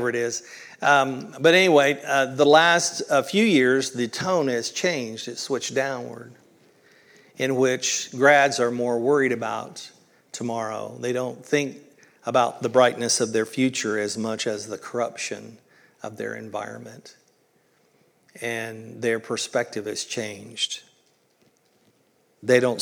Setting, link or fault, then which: setting, large echoing room